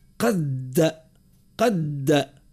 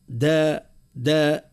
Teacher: هو حرف الدال مشدد ومتحرك بالفتح لكن ما نعطيهوش أكثر من وقته · Shown in: first take · قد قد ما هيش قد دا دا، والذي قدر فهدى، قدر فهدى، قدر فهدى، هذيك لا هذا خطأ.